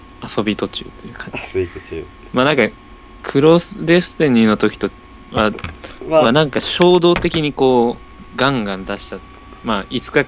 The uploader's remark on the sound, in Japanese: 雑音にご注意を